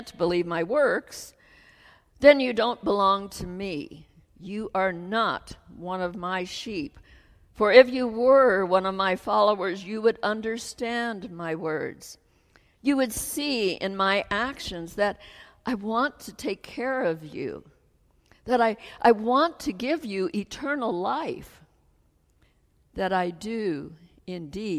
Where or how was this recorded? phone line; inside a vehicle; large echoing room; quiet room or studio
large echoing room